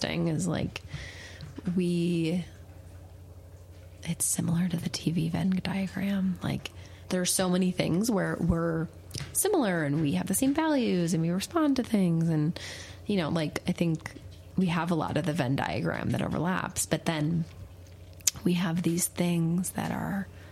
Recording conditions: sounds in the background